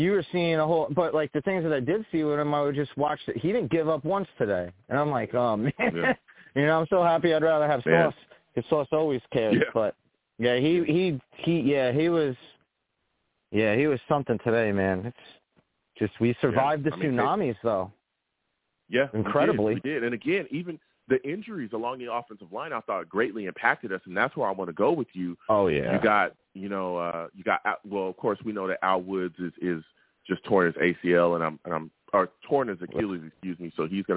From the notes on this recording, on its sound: I take live callers!